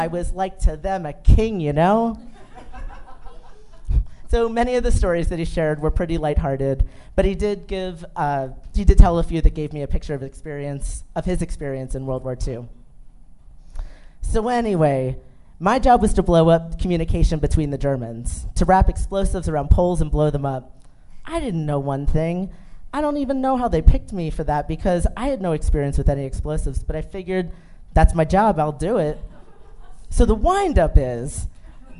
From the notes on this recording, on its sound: Live at MCA Denver. This is a special live version of the show!